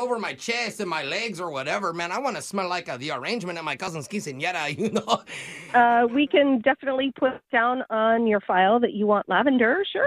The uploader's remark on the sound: Phone Tap